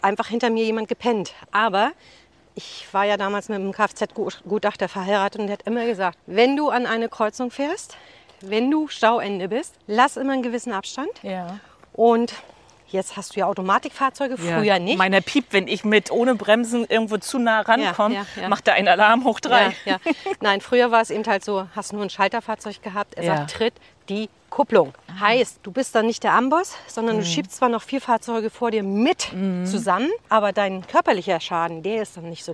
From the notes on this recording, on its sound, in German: beim Walk & Talk im bergigen Kösterbecker Wald